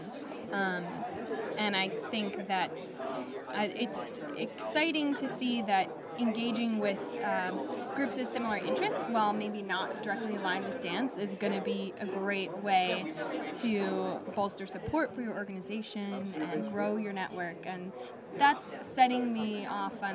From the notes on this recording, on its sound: Pod de Deux attended this Dance/NYC 2016 Symposium discussion and workshop